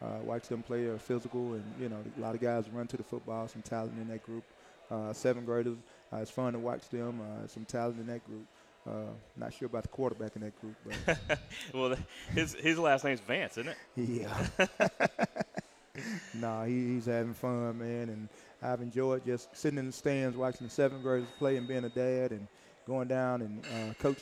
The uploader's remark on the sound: Recorded live 9/10/19 at Walk-On's Bistreaux & Bar for Tiger Talk.